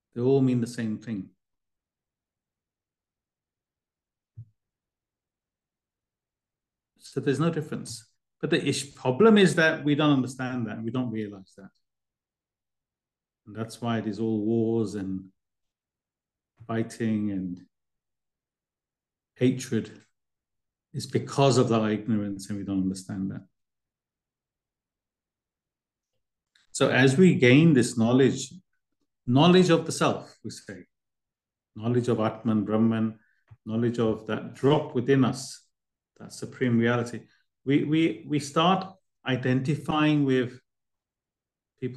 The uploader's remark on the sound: A live recording of a Bhagavad Gita class given virtually on the 5th of November 2023.